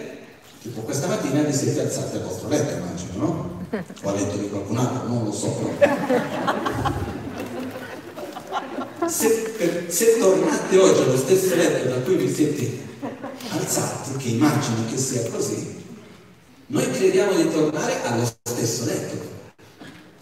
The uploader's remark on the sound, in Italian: Teatro Maggiore Verbania. Nell'ambito del Cross Festival 2020 di Verbania. Presso il teatro Maggiore con una conferenza.